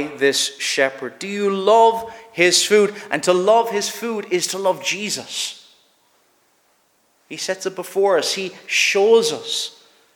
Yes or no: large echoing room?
yes